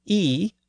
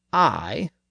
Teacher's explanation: the sound shifted from E, high in the front of the mouth, to I, low in the back of the mouth · Term: Great Vowel Shift